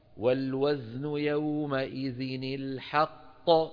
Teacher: الحق هذه القاف الأولى مدغمة، ط هذه القاف الثانية الموقوف عليها مقلقلة